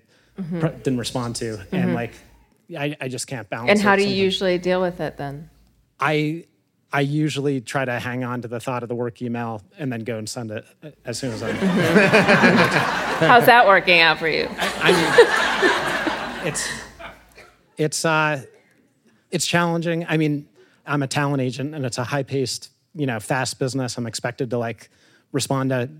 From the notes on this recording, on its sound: It’s the latest installment of our Meditation Party series. Live from Omega.